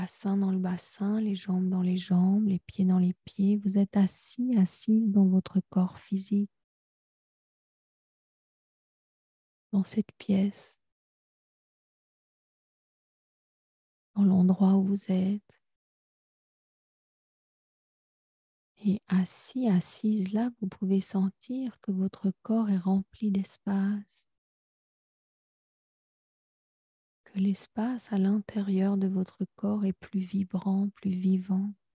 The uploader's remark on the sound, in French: Chaque dernier lundi du mois je propose une médiation live gratuite sur zoom de 20h à 20h30. Dans cet épisode retrouver le replay de cette méditation en live.